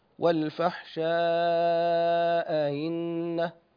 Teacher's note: أيضا والفحشاء، إنه عند الوصل إذا وصلنا نقرأ بتحقيق الهمزة الأولى وتسهيل الهمزة الثانية